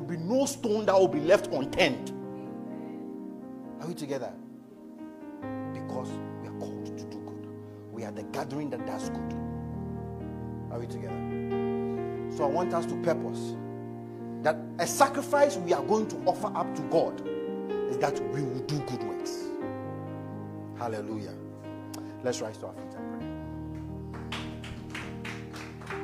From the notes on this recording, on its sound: Message preached at ICGC Rehoboth Temple - Toronto